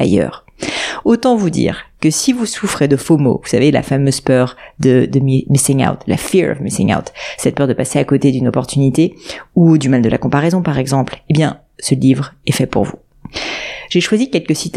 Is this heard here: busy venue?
no